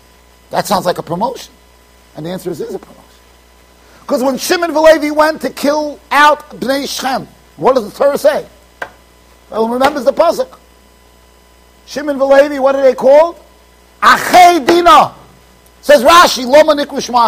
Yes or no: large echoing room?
yes